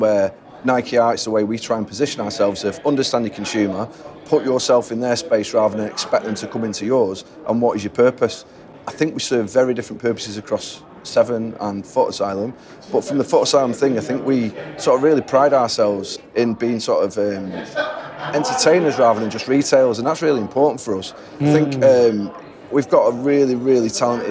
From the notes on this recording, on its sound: Recorded at NRF 2023 in New York. In our second run-and-record session from NRF 2023 in New York in January 2023.